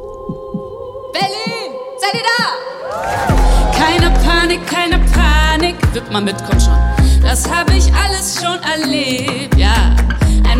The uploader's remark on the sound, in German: LIVE aus der US-Botschaft in Berlin